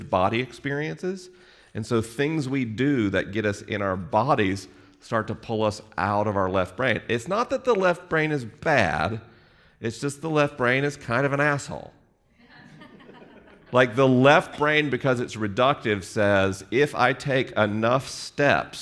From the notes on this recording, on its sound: This episode was recorded live in Los Angeles. The questions were unscreened and the answers unrehearsed.